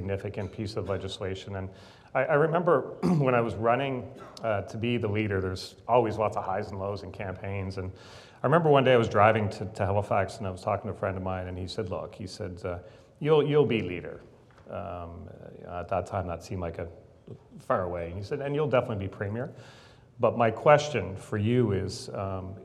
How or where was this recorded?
live audience